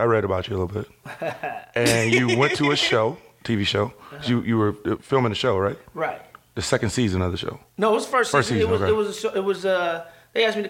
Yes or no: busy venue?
no